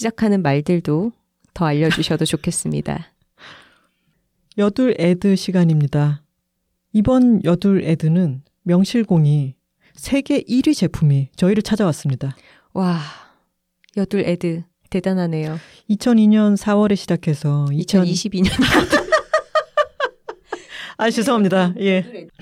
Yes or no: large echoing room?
no